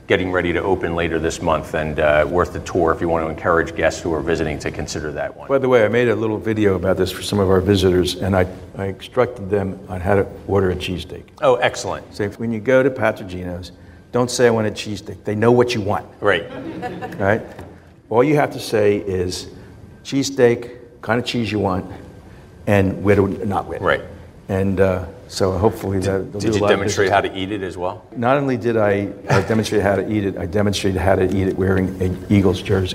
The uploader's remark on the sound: We gathered with a live studio audience at Thomas Jefferson University and Jefferson Health.